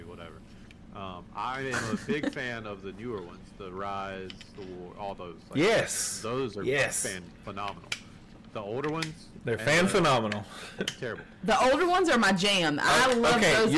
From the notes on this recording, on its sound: Sorry the audio is a bit off